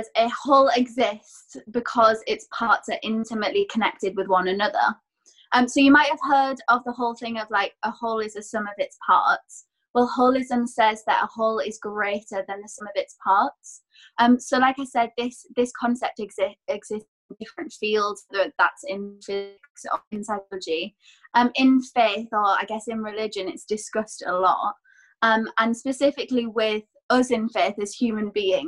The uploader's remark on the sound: It was filmed over a Zoom call and so we apologise for the poorer sound quality